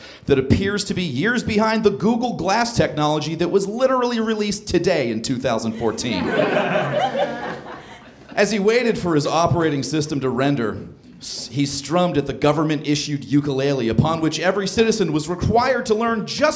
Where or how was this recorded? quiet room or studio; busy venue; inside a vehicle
busy venue